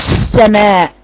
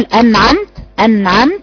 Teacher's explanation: يعني لما اجي ادي الزمن وانا بقول انعمت مش زي الزمن بقول السماء، حرف السين بيجري اكتر لان حرف السين فيه رخاوة، انما حرف النون فيه توسط، يعني لا هو بيتقطع ولا هو بيجري، يبقى بتديله زمن جريان صوت لكن بايه وليس مثل زمن الرخاوة او طول زمن الرخاوة.